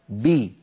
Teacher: وإن كانت الباء مكسورة، خرجت بالتباعد بين طرفي عضو النطق اللذان هما الشفتان، وصاحب ذلك انخفاض قليل للفك السفلي وارتفاع لوسط اللسان